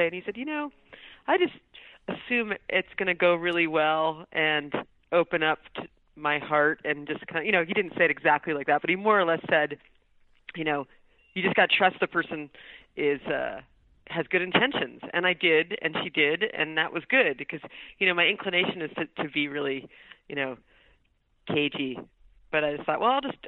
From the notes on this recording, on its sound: I spoke with her by phone. She was at home in Syracuse, New York.